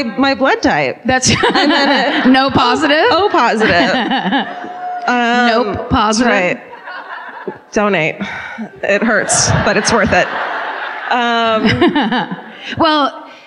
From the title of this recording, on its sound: Live at the Belk Theater in Charlotte